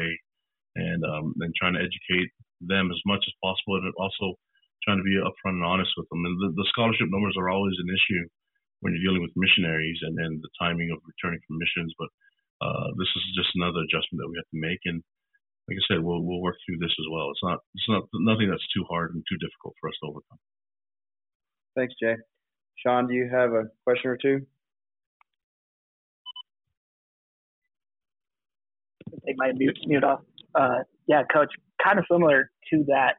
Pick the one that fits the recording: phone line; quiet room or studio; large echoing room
phone line